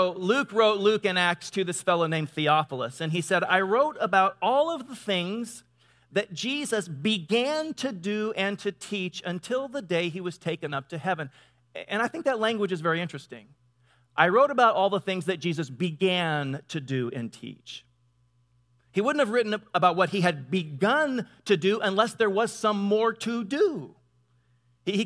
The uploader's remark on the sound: Delivered on 19 November 2017 at Grace Church of La Verne .